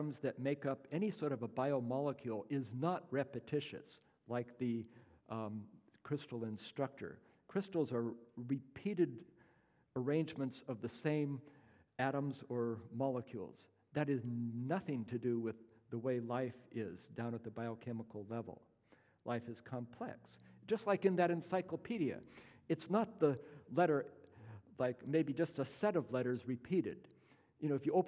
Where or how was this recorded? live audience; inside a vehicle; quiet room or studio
live audience